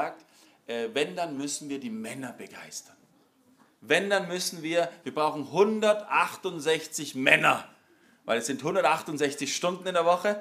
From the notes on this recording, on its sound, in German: Im Rahmen der Familienmesse. Im Zentrum Johannes Paul II.